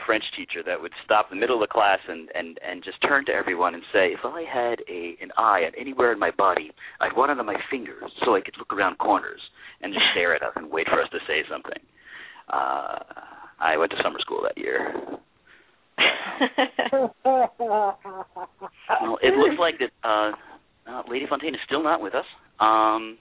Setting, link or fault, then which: link, phone line